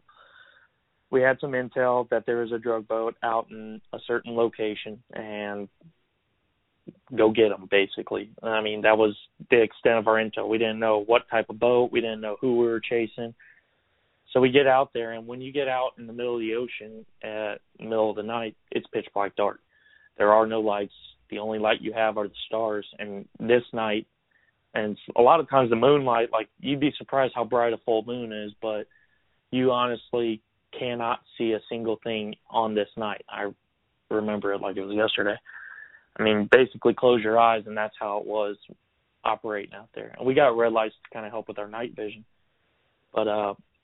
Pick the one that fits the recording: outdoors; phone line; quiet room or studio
phone line